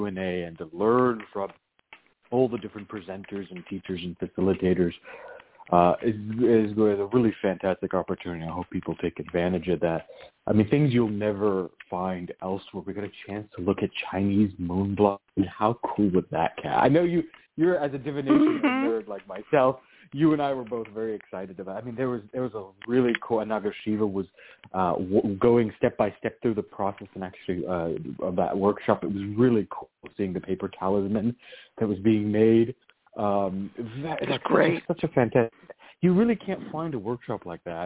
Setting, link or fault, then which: link, phone line